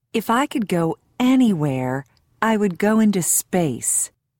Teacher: Notice the high tone used for the words that show positive emotion.